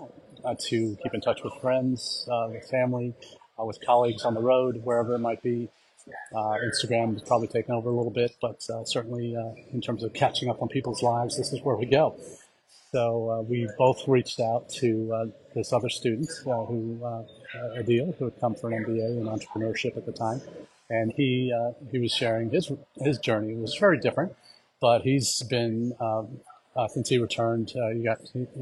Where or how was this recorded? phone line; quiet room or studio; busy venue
busy venue